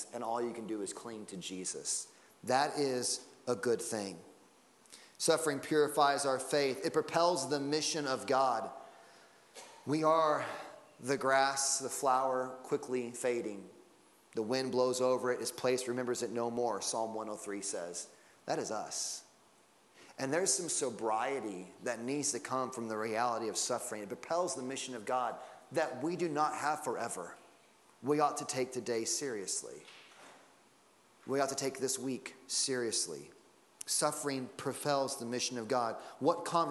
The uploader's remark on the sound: Sunday Morning Service Audio.